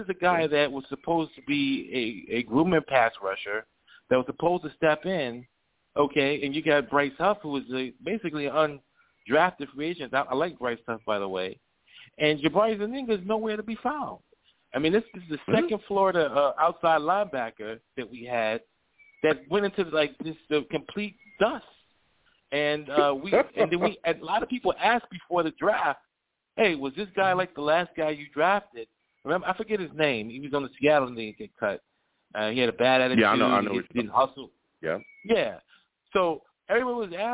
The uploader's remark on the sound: I also take live callers!